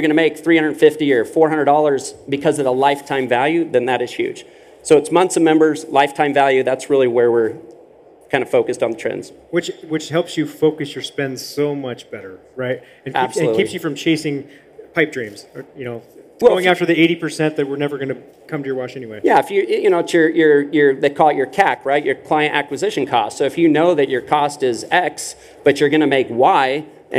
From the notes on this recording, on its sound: This week we are playing you a panel, recorded live at the Car Wash Magazine Live Studio at the Car Wash Show™ 2023 in Las Vegas.